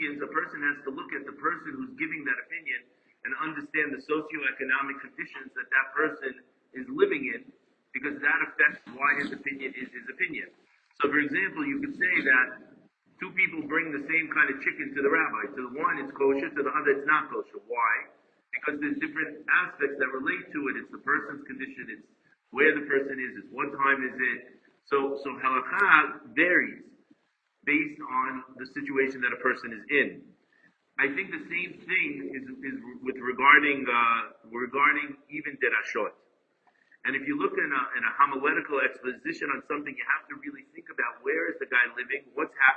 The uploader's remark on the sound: Apologies as the recording goes in and out